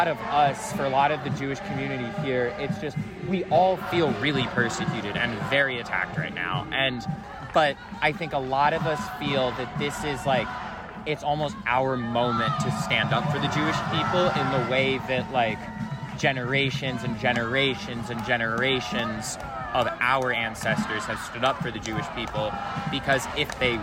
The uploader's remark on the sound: The following is a series of audios recorded on the main quad of the University of Chicago on Thursday, October 19, 2023. It features interviews with pro-Palestinian and pro-Israeli community members demonstrating at around 12 p.m. The audio is mostly unedited, with some segments omitted for brevity’s sake.